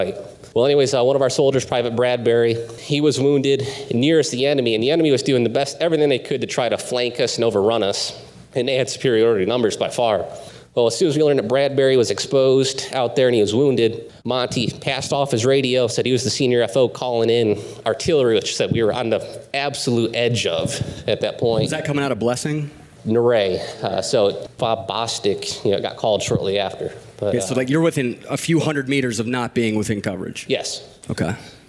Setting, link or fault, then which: setting, busy venue